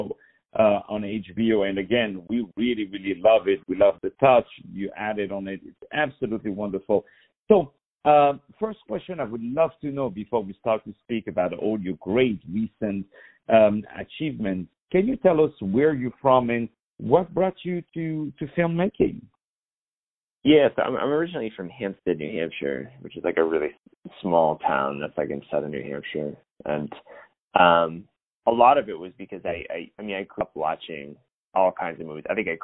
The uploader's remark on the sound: On the phone